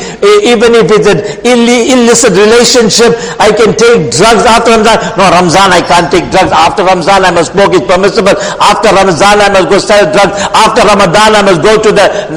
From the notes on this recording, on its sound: Jumuah lecture